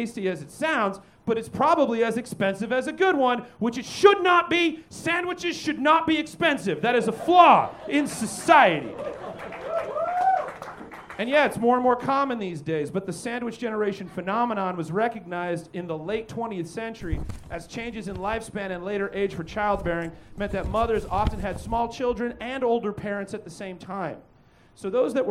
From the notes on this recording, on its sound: Recorded LIVE at Chicago’s Historic Green Mill Lounge on December 9th 2023 for The Paper Machete